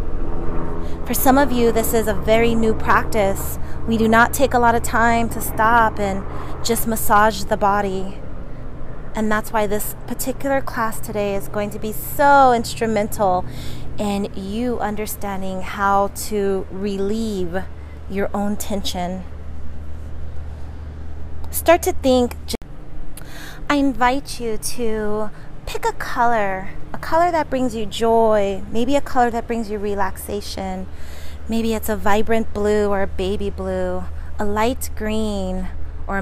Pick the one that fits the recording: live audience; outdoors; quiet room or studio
outdoors